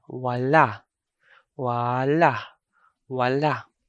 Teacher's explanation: the first A sound is a long vowel, while the second vowel is a normal pronunciation, not prolonged, just normal. That would be wa, long vowel, a, wa, and then la.